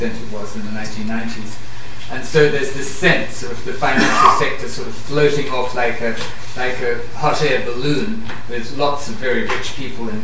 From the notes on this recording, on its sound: LSE Arts are pleased to host a very special screening of the highly anticipated film Margin Call. This podcast comprises the introduction and panel discussion that followed the screening.